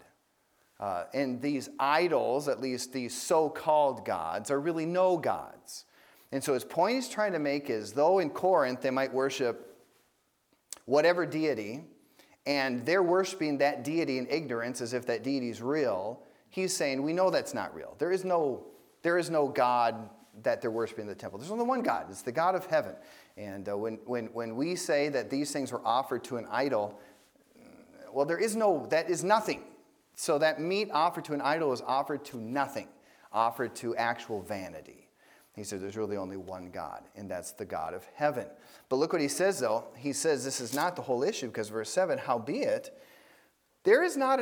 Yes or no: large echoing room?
yes